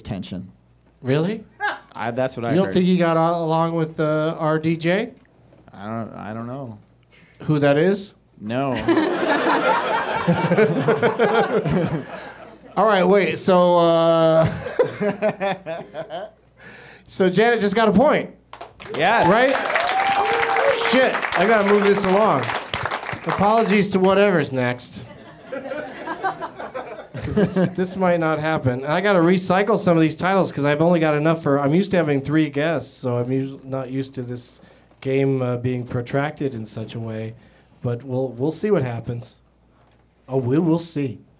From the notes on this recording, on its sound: Live from the UCB Franklin in LA